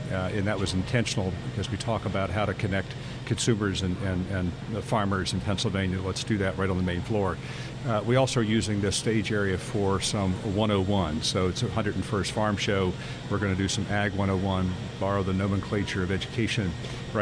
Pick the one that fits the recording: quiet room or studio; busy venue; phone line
busy venue